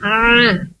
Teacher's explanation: Nah, pertama ada di kata wal an'ama, jadi a'i'u, letaknya di wasatul halqi, a'in, kemudian a'a, kemudian a'u, sama saja ya, dengan harokatnya fathah, kasroh, atau dhommah, sukun sekalian pun, tetap makhrajnya atau tempat keluarnya tetap di wasatul halq, tengah-tengah tenggorokan